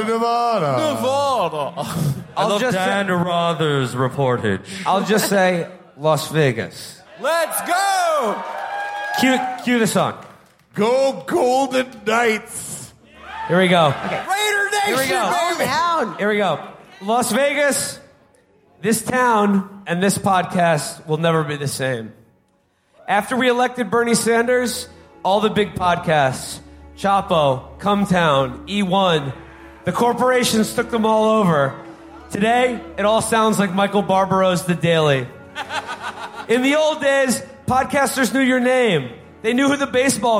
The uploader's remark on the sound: Live from Las Vegas. Our live show from the House of Blues in Las Vegas.